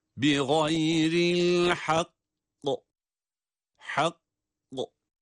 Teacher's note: Kaf harfinde durduğumuz zaman kaf harfinin duruşunda kalkale harfi olması itibariyle kalkale sesini, yani kafın mahrecini depreterek patlayan bir sesle durabiliyoruz